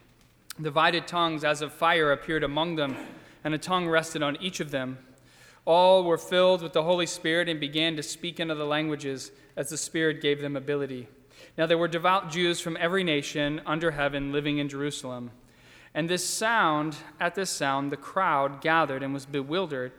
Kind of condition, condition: setting, large echoing room